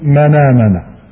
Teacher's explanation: وتحذف الهمزة، قالت فتصير قالت، أو مثلا من آمن، من آمن، فإنك تنقل حركة الهمزة التي هي الفتح إلى الساكن قبلها الذي هو النون وتحذف الهمز · Term: النقل